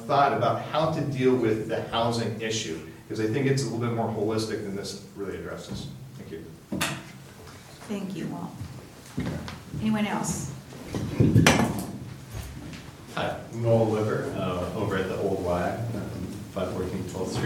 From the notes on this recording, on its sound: Live recording of Astoria City Council Meeting, November 19, 2018.